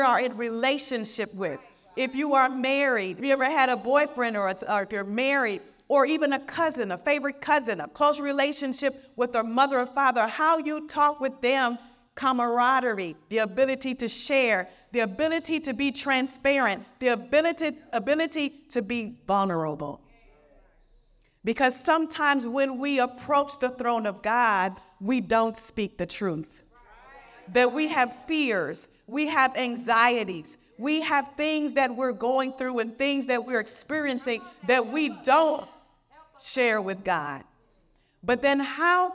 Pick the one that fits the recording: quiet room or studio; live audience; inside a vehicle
live audience